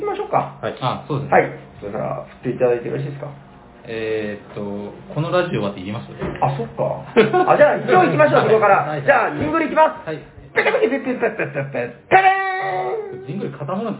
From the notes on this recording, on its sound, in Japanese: サニバ八周年パーティーで特別編収録しました。